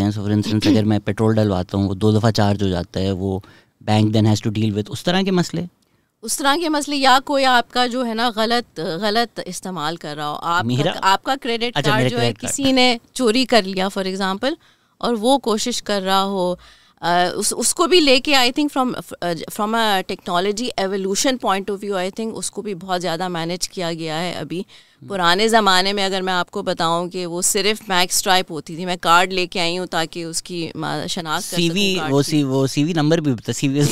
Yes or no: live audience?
no